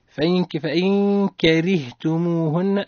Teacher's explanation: الراء متحركة بالكسر حكمها الترقيق